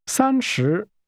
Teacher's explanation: That's a high level tone and a falling tone.